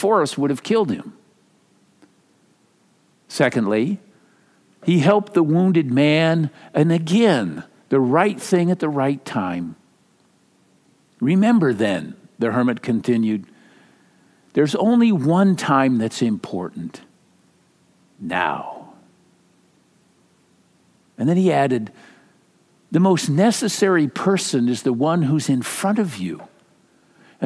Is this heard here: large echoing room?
yes